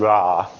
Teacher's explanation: sort of somewhere between an R and an L